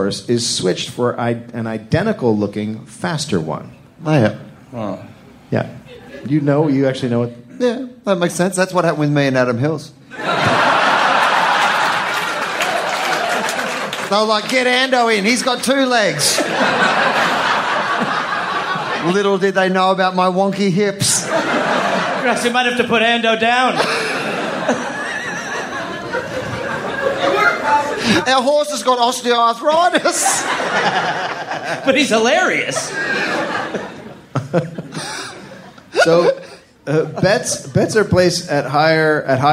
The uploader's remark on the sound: live at The Comedy Store in Sydney, Australia.